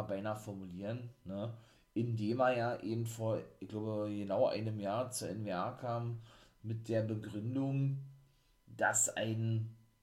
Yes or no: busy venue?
no